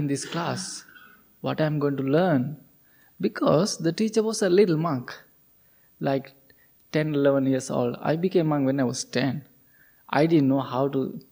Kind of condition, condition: setting, large echoing room